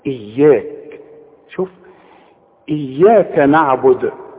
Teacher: الكاف دي مشددة، اتك عليها لانك بتخاطب الرحمن. اياك، شوف اياك نعبد، والنون هنا برضو مرققة.